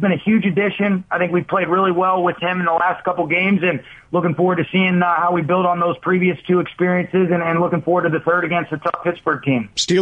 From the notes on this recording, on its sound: called